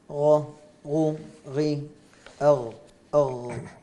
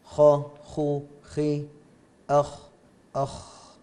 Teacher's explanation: والغين أدخل من الخاء